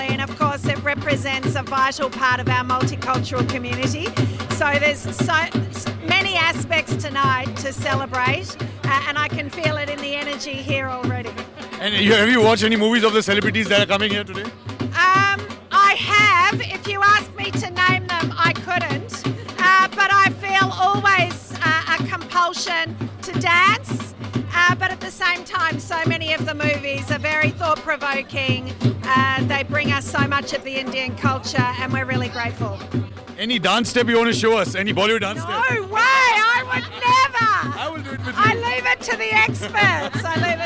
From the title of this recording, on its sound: Exclusive Red Carpet Interviews IFFM 2022